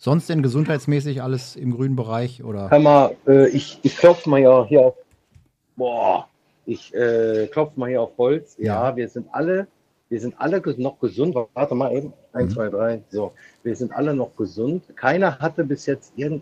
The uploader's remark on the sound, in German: Live aus der Karibik